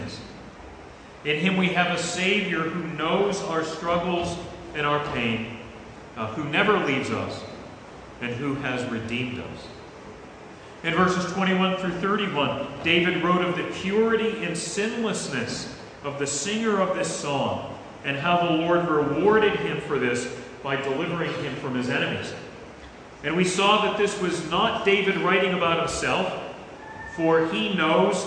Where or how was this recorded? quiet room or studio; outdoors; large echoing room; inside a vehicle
large echoing room